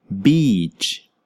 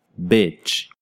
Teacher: The sounds are different. The sound for EA in beach is longer than the sound for I in bitch.